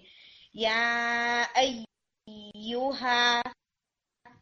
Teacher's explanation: اس میں ژ والی آواز نہیں آنی چاہیے